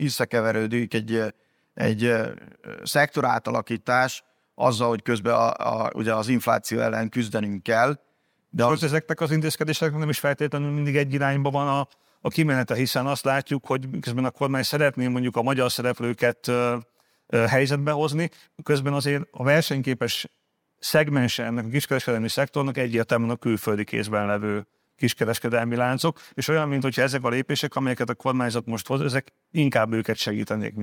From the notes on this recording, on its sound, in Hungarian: A mai műsor rendhagyó, mivel azt a Portfolio Hitelezés 2023 konferencián rögzítettük.